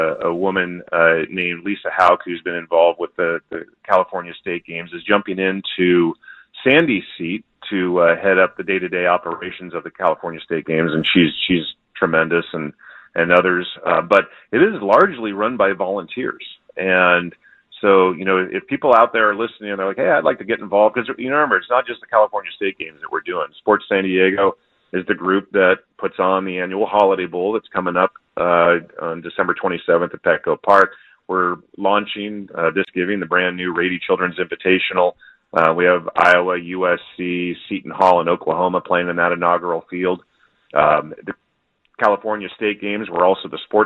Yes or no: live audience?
no